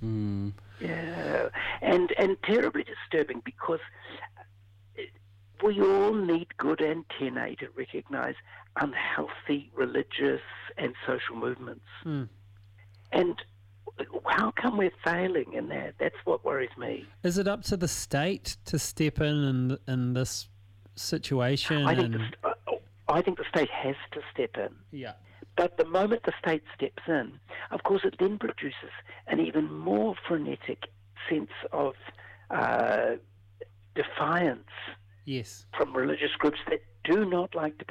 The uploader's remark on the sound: on a rather dodgy telephone line